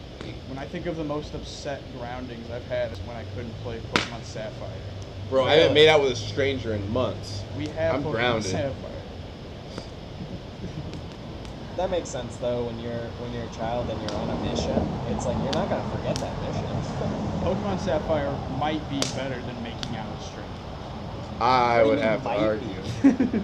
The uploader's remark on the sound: By A Campfire. We tried out a new webcam and it did an all right job capturing the audio. Hanging out around the fire with us.